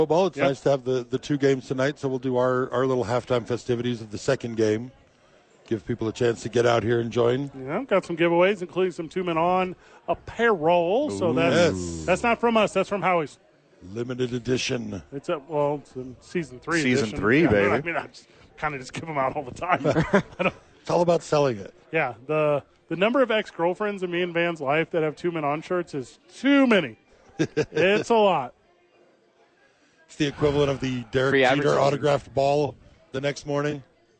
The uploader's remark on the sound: live from Howie's for two MNF Games